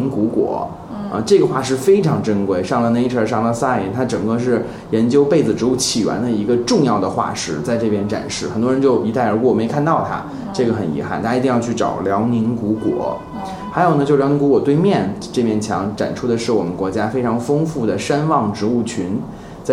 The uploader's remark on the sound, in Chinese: 本期节目为在什么值得买的办公区用录音笔录制，可能有回音及街上的汽车声，请见谅。